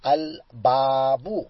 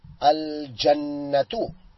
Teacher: we pronounce the lam with a sakin